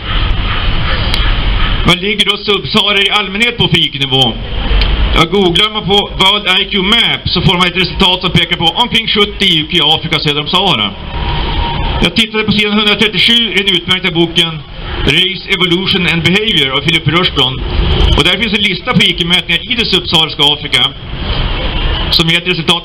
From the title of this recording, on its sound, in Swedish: 3 november 2019 på Raoul Wallenbergs torg